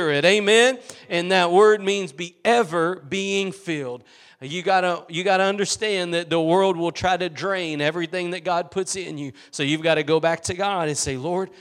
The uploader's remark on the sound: Preached at Gospel Lighthouse in Bossier City, La.